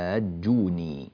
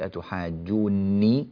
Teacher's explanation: كلمة أتحاجوني النون فيها مخففة · Shown in: first take